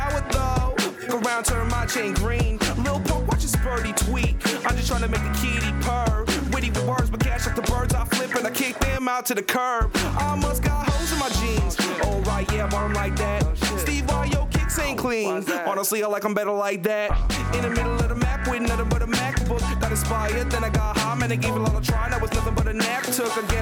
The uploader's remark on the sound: live from the Skywalk in Portage Place, Winnipeg, Manitoba